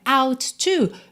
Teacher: out to, junta num T só